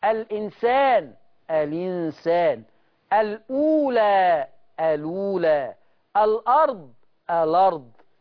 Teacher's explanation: نقلت حركة الهمز إلى الحرف الساكن قبلها، فبدل ما أقول الأرض بقت الأرض، عشان كده سموه نقل.